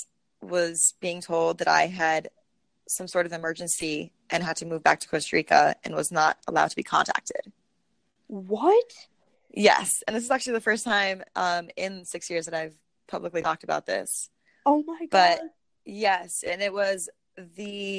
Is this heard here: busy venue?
no